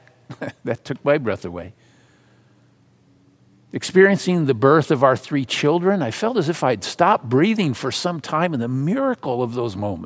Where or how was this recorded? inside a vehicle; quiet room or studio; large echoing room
large echoing room